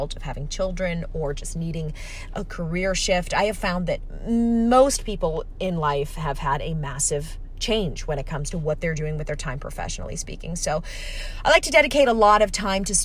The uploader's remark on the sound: I'm on a solo journey comin' at you LIVE from my van, like the true professional I am.